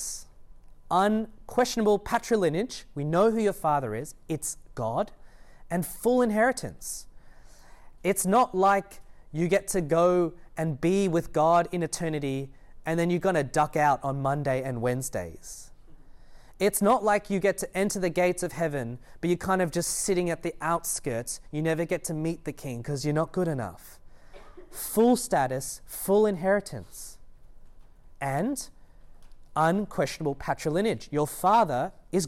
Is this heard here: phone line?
no